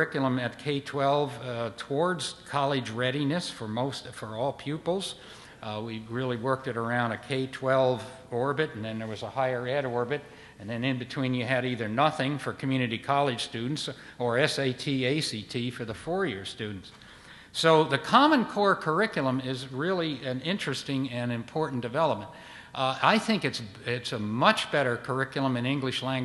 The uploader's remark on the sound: respond to audience questions